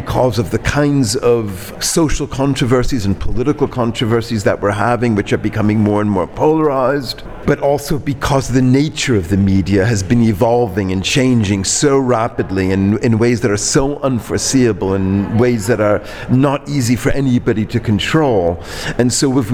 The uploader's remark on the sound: We have mics on the Mediadeldom final conference (Panel 1) discussing the results of the project and its impact on the media governance.